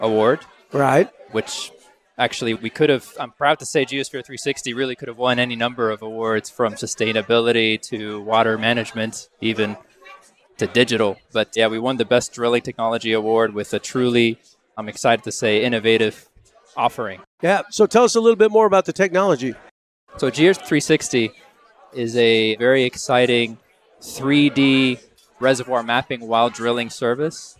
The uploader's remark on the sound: Live from the 2022 World Oil Awards